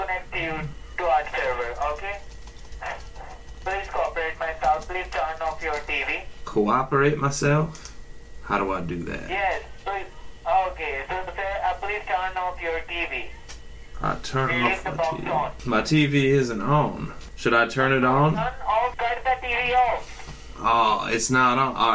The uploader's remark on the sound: I kept one scammer group on the phone for over half an hour!